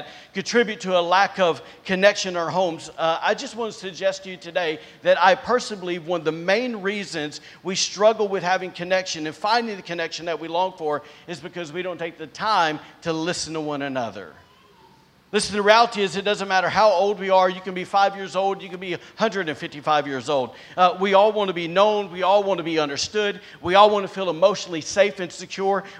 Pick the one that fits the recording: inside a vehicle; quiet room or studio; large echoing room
large echoing room